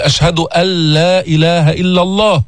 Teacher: فتدغم النون في اللام. إدغام كامل ولا ناقص؟